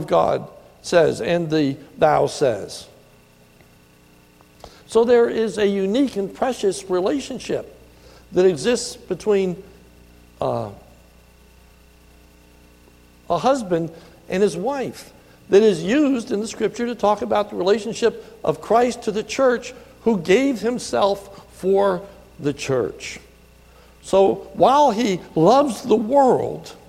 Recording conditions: large echoing room